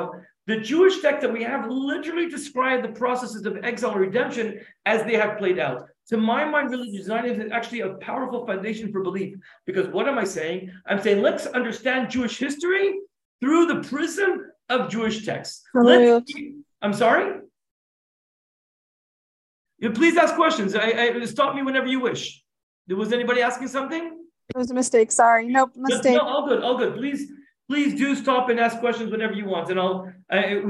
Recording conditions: video call